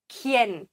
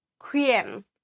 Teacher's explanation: das U wird hier nicht gesprochen · Shown in: first take